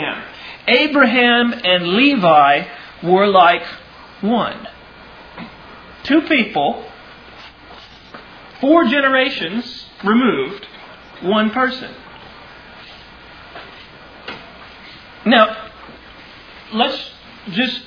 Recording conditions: large echoing room